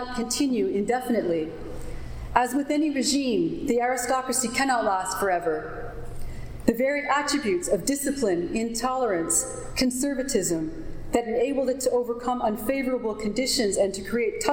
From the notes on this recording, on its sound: Recording of a lecture delivered on August 1, 2012. As part of the Graduate Institute Summer Lecture Series.